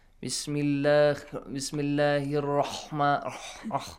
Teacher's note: they pronounce the letter ha that heavily, okay, that it comes close to the letter kha.